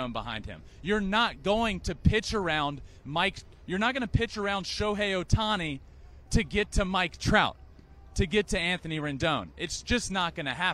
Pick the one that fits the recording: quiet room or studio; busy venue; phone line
busy venue